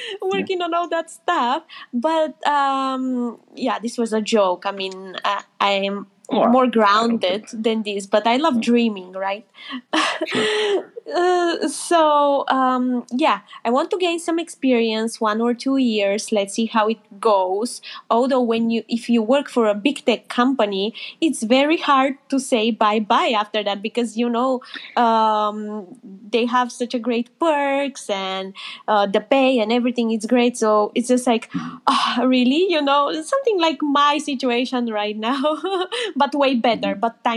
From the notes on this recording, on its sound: This is a reposting of a Live Space we held on X/Twitter